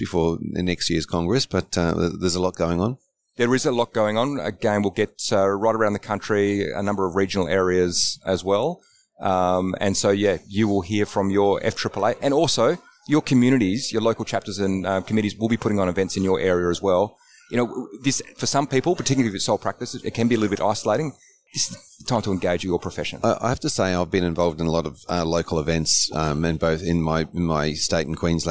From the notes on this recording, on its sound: live from the FAAA Congress 2023